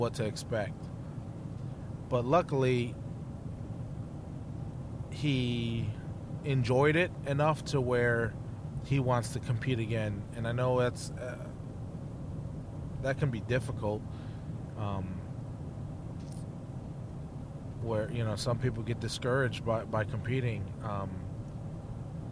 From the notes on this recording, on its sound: podcasting while driving